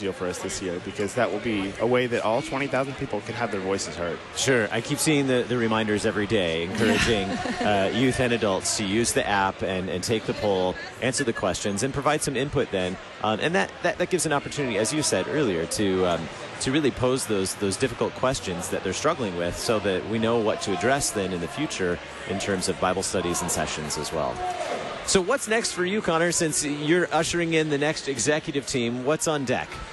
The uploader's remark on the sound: Live from the 2019 LCMS National Youth Gathering